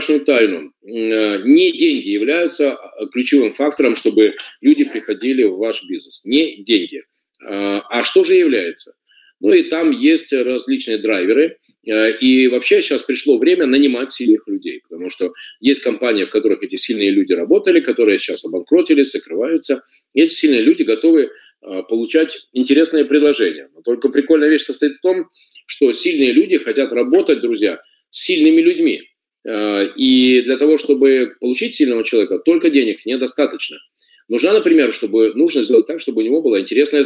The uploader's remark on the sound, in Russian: Запись вебинара